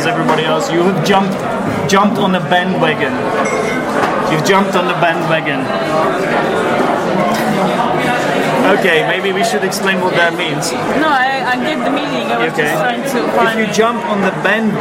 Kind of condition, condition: fault, background noise